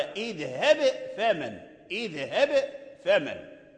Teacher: فإذا لم يقلقل القارئ الباء يدغمه في الفاء · Term: القلقلة